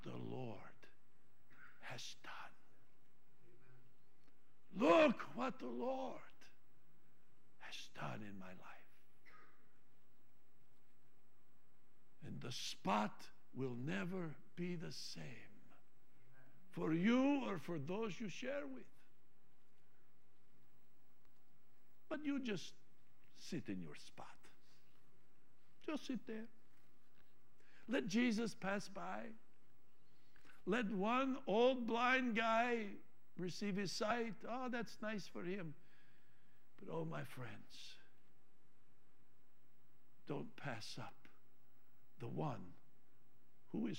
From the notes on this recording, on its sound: Trinity Church Live